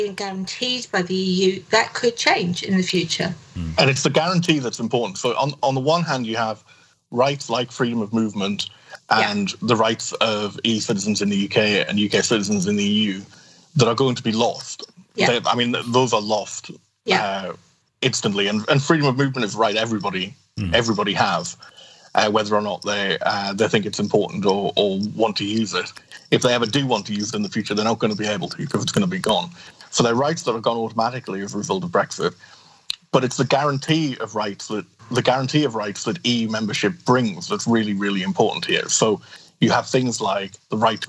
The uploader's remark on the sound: Sorry for the audio quality in this one, we had to record the skype stream directly.